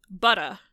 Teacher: So if they drop their R's, or like New England, a lot of accents in New England drop their R's. So you'd say butta, and you're replacing the R with a vowel · Term: non-rhotic